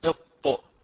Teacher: أخرجت هذا الصوت من نفس مخرج التاء ولكنه لم يعطى صفات التاء إنما أعطي صفات الطاء، فلهذا لم يخرج تاء إنما خرج طاء. فلاحظوا هذا الموضوع